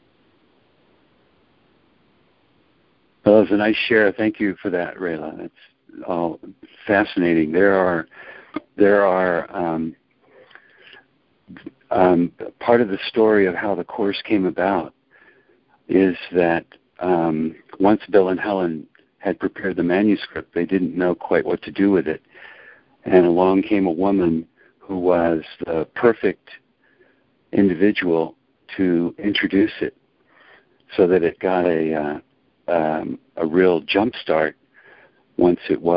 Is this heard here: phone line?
yes